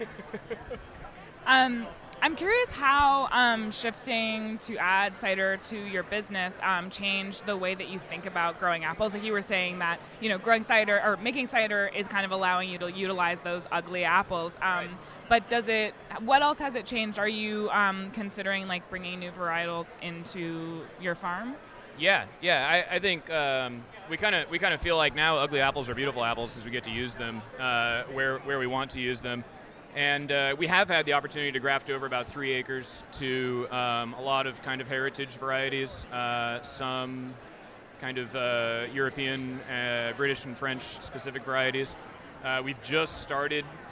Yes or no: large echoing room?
no